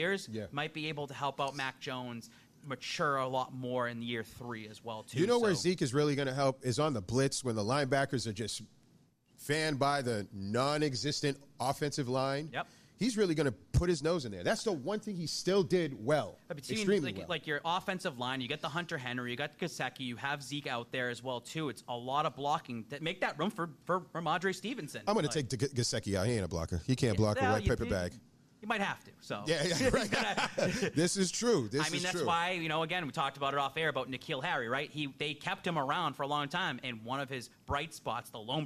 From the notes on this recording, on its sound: Boston Power Hour LIVE at Brockton Beer Company!